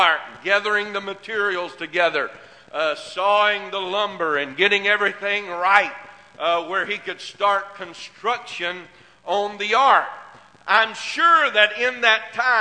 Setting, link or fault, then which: setting, large echoing room